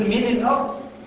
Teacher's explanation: اللام الساكنة لما دخلت على اللي بعدها بقت حرف واحد